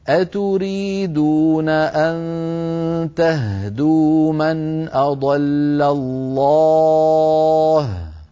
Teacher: أما الإشمام هكذا: أتريدون أن تهدوا من أضل الله، نقف بهاء ساكنة ثم مباشرة نضم الشفتين من غير صوت